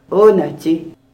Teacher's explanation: make sure you put the accent on the first syllable